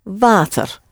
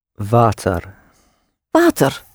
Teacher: the W is pronounced like a V and is a real long open ah sound with a slight touch of the R at the end.